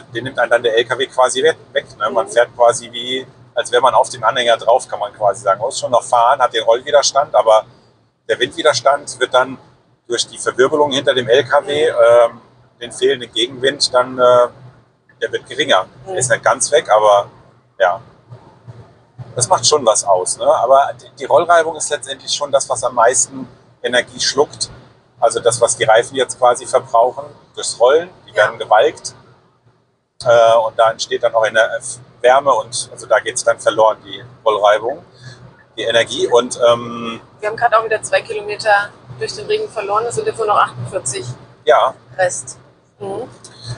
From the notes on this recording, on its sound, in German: Live aus dem Ioniq, bergauf bei Regen und mit 40 km Restreichweite